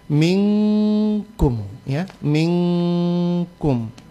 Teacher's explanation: nun sukun ini jangan kedengaran jelas min, tapi langsung disamarkan nunnya ke ng ya, ke ng minkum ya, minkum. · Term: ikhfa